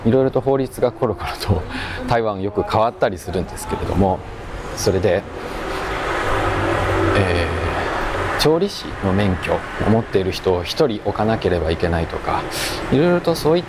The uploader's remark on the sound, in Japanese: 台北MRT松山新店線の「台電大樓」駅付近を歩きながら。プロにはかなわないが、音質は改善を試みてきた。